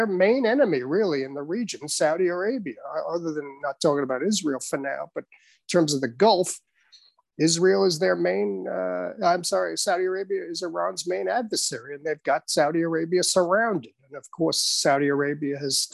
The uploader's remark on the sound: This public talk was conducted online via Zoom